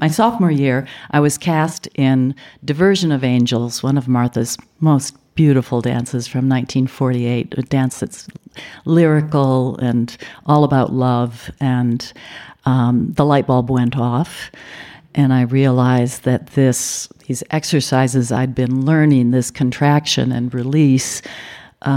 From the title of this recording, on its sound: LIVE from the Vail Dance Festival